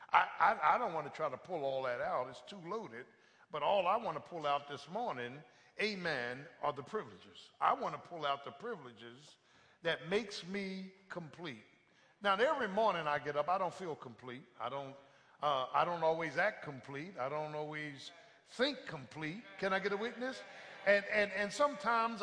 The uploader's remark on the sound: live, Communion Sunday